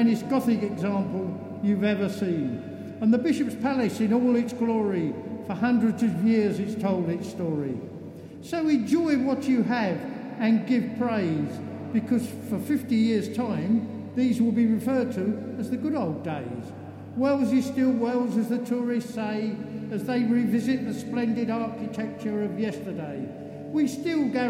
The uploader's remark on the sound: WellsCathedralSoundScape. Soundscape features audio captured both within the Cathedral and the city. The mix includes the voices of local young people, older people, Cathedral volunteers, choristers as well as various noises heard in and around the Cathedral.